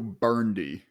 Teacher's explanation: I'm going to go burndy and just drop the middle syllable.